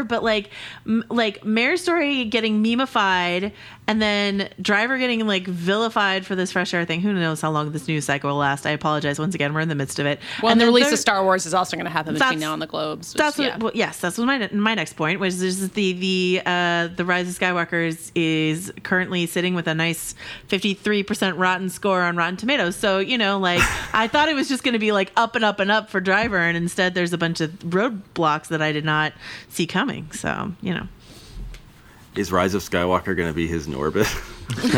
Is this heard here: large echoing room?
no